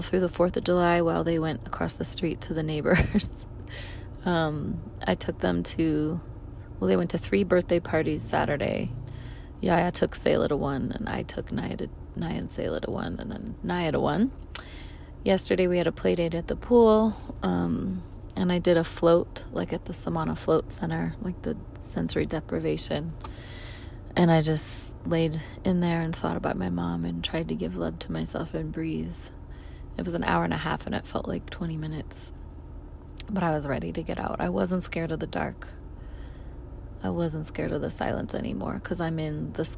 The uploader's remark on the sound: records a voice memo in her car